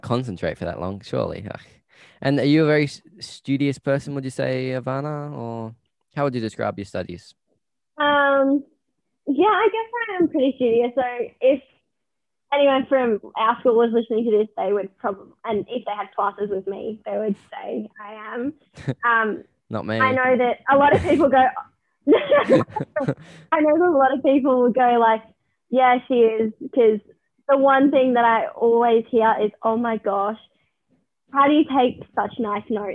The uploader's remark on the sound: joins me over zoom